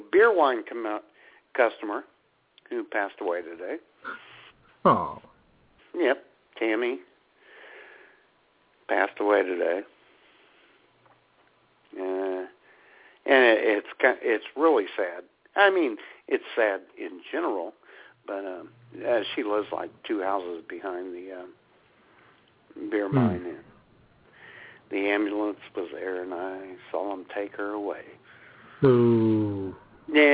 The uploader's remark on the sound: All that plus your phone calls.